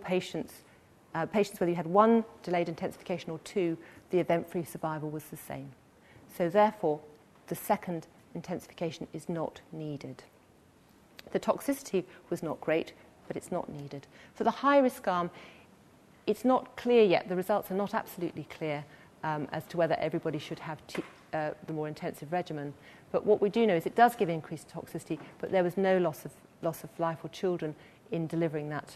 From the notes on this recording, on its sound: This lecture is part of the Medical Detectives, a series of public lectures. Recorded on 26 September 2013 in the Anatomy Lecture Theatre at the University of Edinburgh.